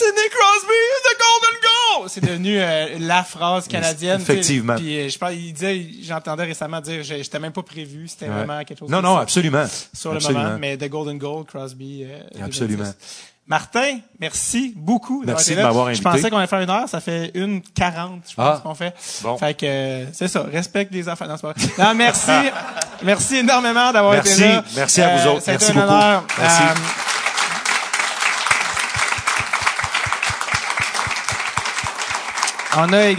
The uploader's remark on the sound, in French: épisode spécial enregistré devant public